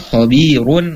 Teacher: Kalau dibaca waqsal khabirun, ro-nya tebal, tapi kalau diwaqafkan maka ro-nya menjadi tipis karena sebelumnya ada ya sukun, sebelumnya ada ba berharokat kasrah.